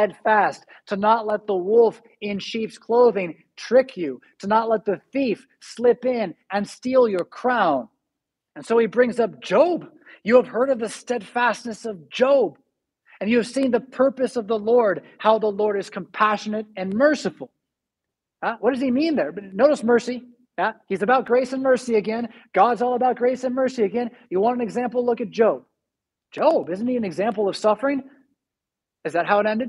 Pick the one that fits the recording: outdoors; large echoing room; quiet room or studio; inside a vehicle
large echoing room